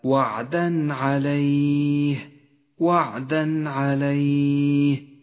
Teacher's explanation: عليه وعدا عليه التنوين وبعده حرف العين وهو من حروف الإظهار يظهر التنوين من غير غنة أو تشديد